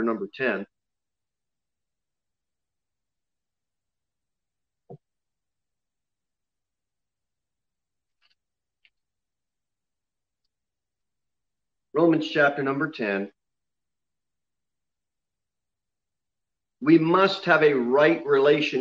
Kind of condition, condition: setting, large echoing room